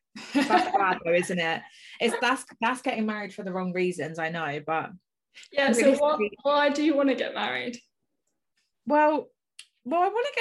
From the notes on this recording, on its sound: we do our first zoom podcast